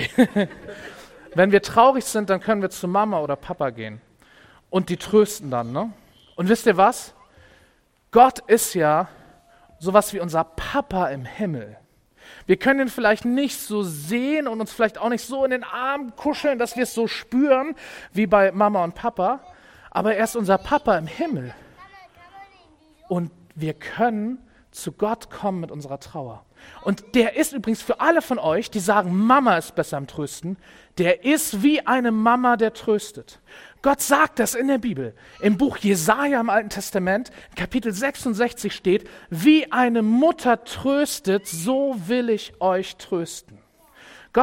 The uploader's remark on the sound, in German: Predigt im Rahmen des GreifBar+ Gottesdienstes